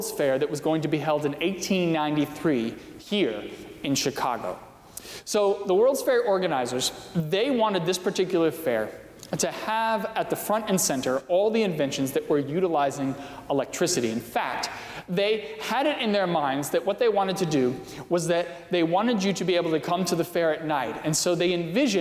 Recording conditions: large echoing room